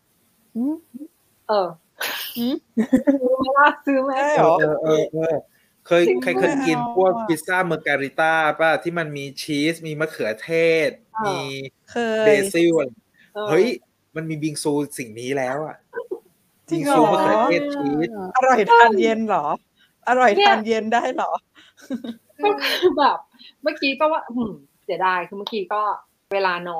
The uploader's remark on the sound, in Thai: สดจากโซล เกาหลีใต้. รายการนี้เป็นการทดลองนำรายการสดมาบันทึกเสียงเพื่อลงในเวอร์ชันพอดแคสต์ ทำให้คุณภาพเสียงไม่ได้สมบูรณ์แบบมากนัก มีการพูดซ้อนกันเป็นระยะๆ.